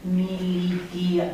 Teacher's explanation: Vedeți? A e accentuat și e lung.